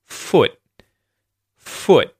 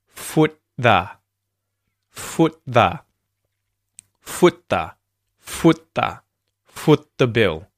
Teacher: The T or the D gets muted in your mouth. So the tongue goes into position to say the T or the D, but it doesn't release it. It doesn't go foot.